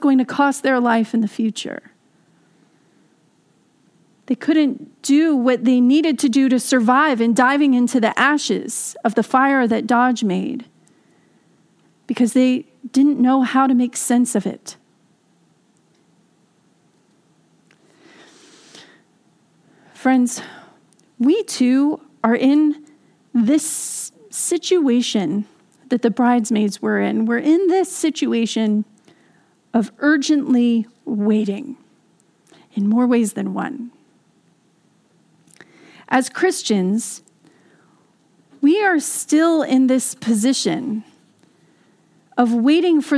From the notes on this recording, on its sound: This message was delivered during the Contemporary Worship service. San Marino Community Church.